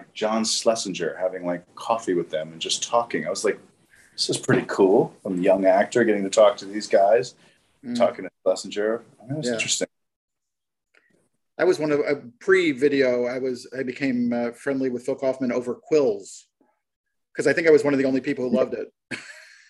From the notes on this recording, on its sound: Shot via Zoom